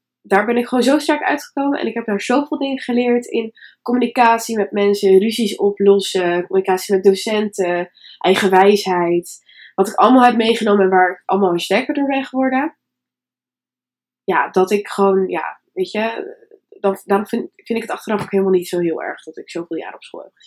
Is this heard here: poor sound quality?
yes